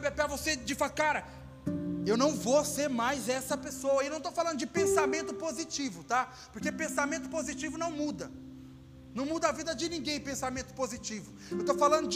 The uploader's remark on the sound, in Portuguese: Áudio do culto de Domingo